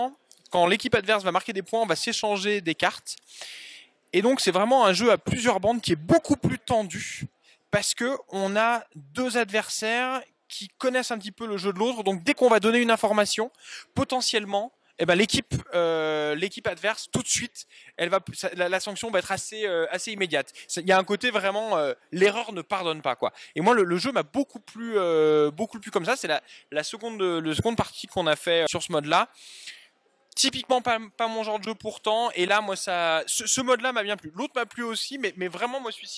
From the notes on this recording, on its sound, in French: Festival des jeux de Vichy 2022. Nous sommes au Festival Professionnel des Jeux de Vichy 2022.